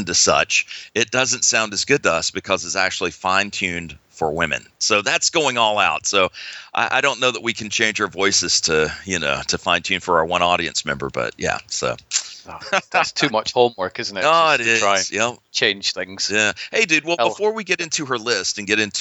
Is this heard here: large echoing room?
no